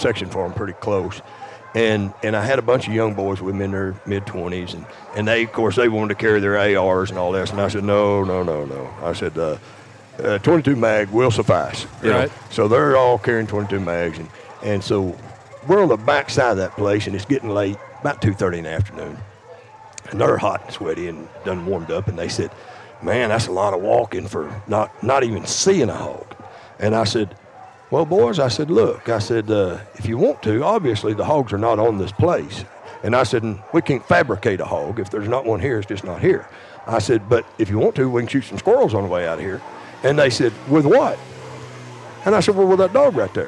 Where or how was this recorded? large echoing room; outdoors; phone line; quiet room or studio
outdoors